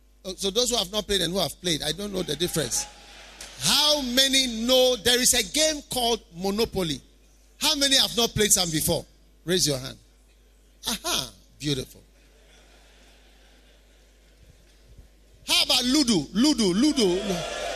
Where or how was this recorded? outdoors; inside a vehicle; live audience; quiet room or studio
live audience